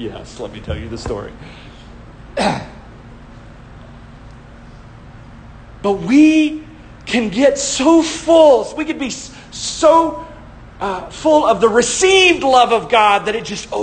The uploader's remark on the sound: shared live at Eternal Hope Church in Mary Esther, FL